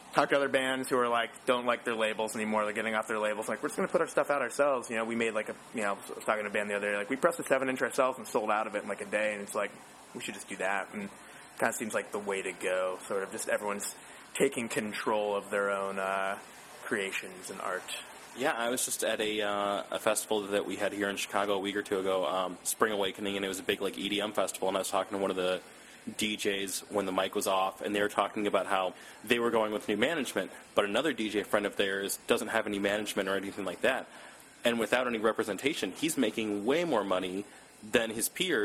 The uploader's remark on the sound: In an interview recorded onsite at the group's recent Subterranean show